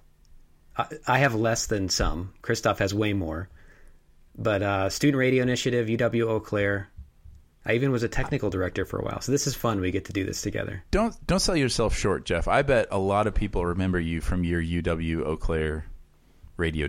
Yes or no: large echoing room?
no